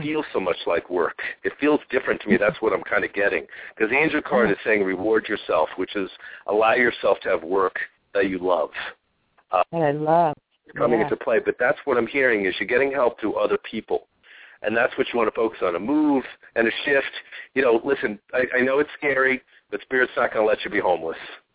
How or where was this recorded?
phone line